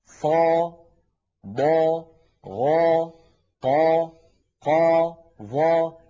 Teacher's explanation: عند النطق بها هواؤها وضغطها يتجه إلى سقف الحلق، لا تقبل النزول. نعم، مع أننا نستطيع أن نفعل ذلك، لكنه يكون نطقا مخالفا لكيفية لصوت الحرف العربي الصحيح الفصيح. · Term: الحروف المستعلية